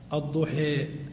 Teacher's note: الإمالة أن تميل الفتحة إلى الكسرة تجعل الحركة بين الفتحة والكسرة